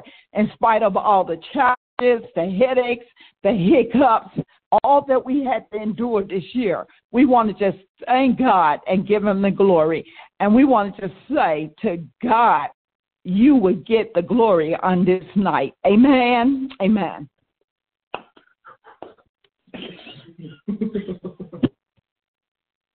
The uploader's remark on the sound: New Years' Service Conference Call.